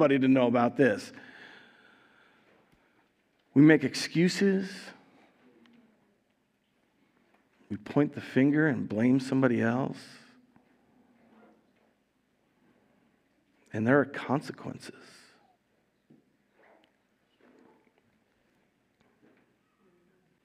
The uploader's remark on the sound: Recorded live at Word of Life Church in Le Sueur, Minnesota, on January 8, 2023